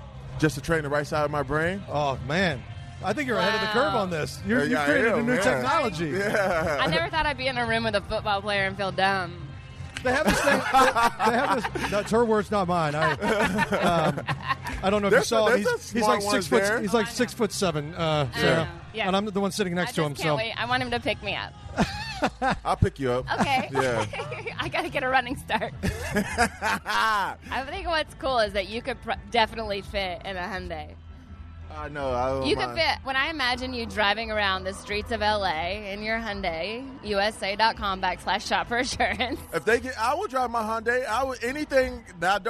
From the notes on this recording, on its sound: Live from Rams Preseason Game. LIVE from the Los Angeles Memorial Coliseum. For the Rams-Texans preseason tailgate party.